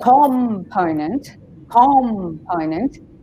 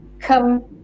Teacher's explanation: So instead of saying component, component, it's component. The po is stressed, not the com, yeah? · Shown in: second take